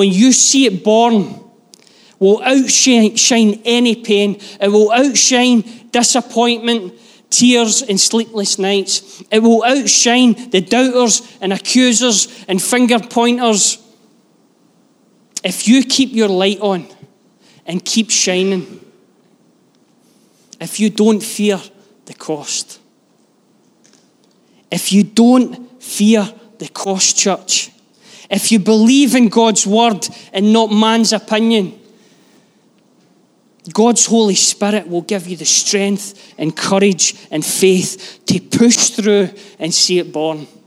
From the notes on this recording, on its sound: Live from our Sunday gathering